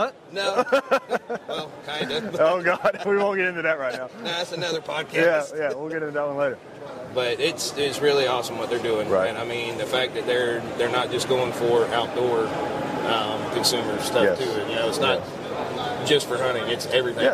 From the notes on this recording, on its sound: 40th Annual World Deer Expo. This is the audio from the World Deer Expo we went.